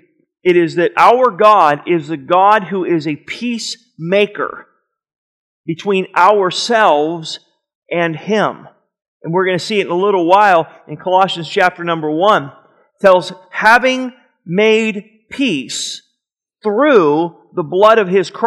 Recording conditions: large echoing room